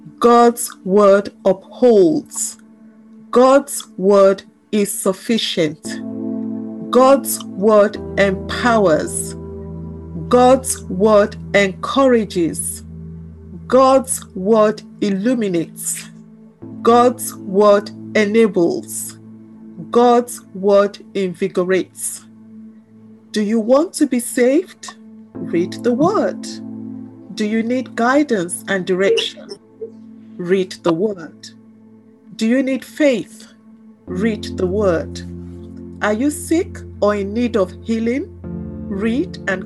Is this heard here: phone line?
no